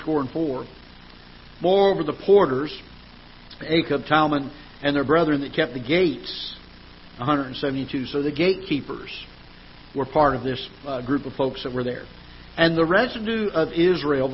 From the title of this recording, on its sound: Ketha Heights Baptist Church ~ Live Broadcast